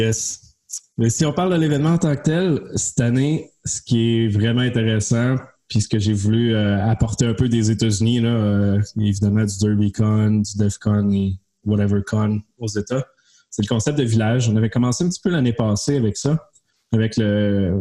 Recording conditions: video call